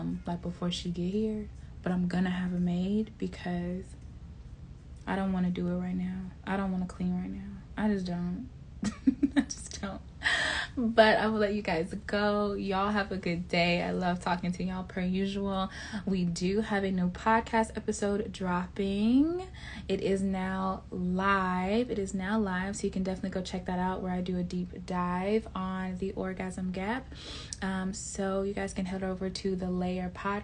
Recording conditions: sounds in the background